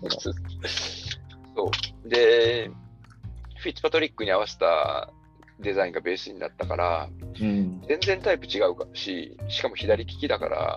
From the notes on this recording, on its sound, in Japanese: 開幕直前Zoom呑み！久々のZoom呑みの様子を3本に分けてお届け。